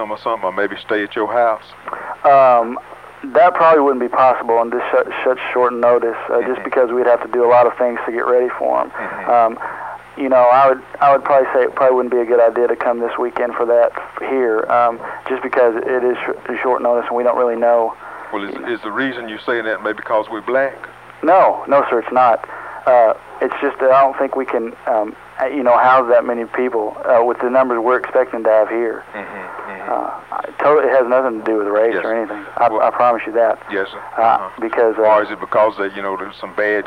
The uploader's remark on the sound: RBCP's Personal Prank Phone Calls Collection